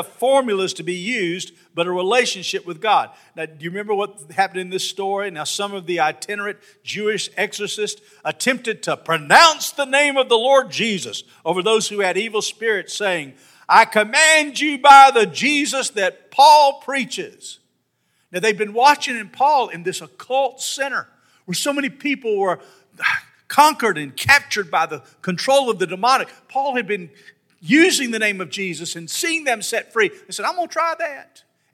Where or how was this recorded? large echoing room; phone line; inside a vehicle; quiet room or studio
large echoing room